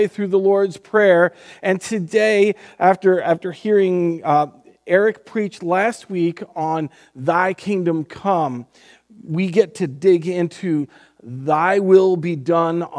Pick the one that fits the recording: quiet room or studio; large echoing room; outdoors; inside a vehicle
large echoing room